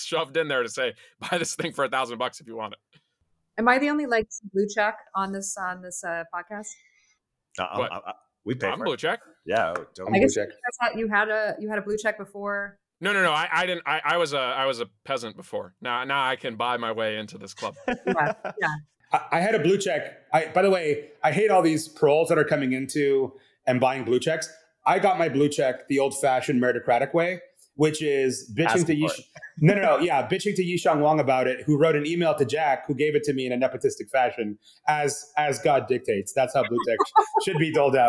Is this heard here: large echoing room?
no